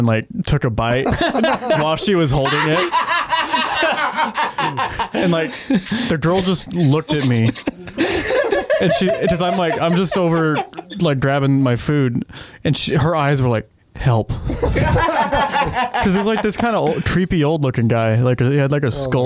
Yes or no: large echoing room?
no